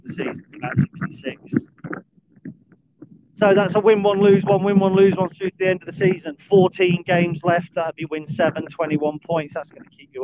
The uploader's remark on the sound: A brief dog walk chat